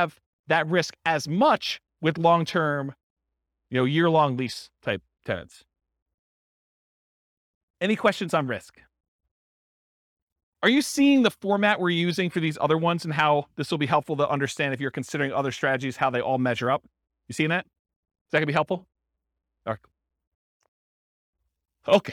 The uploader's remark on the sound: This was a live class recorded